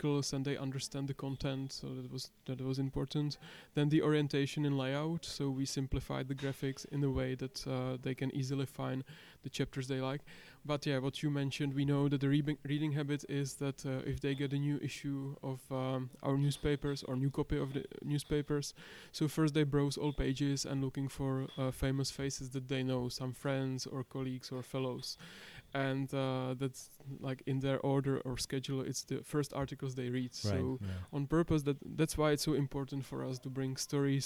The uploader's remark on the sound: Recorded at Quadriga, Berlin. Show 33 was recorded in Berlin at the Quadriga’s Internal Communications conference.